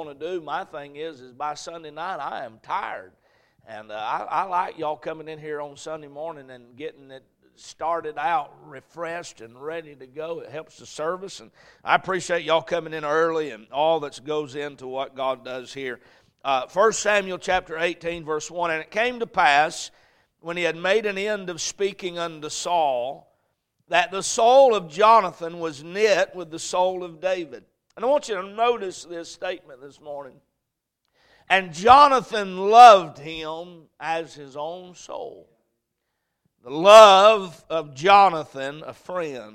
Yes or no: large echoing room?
yes